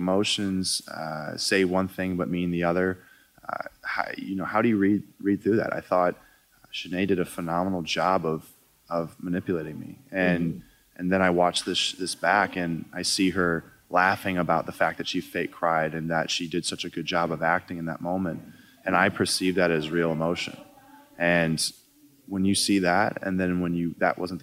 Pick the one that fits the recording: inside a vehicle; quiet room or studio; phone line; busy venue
busy venue